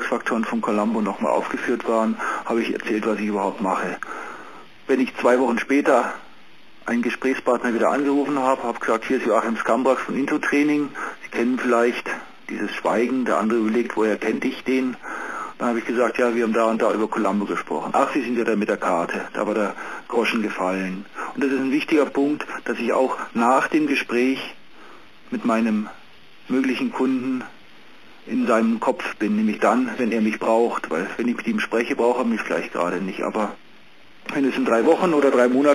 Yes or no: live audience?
no